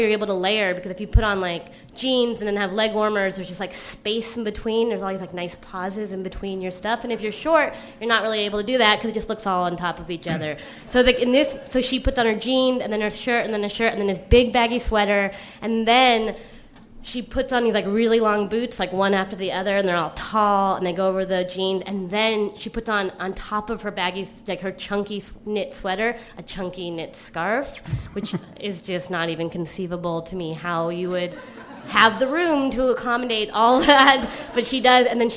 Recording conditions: live audience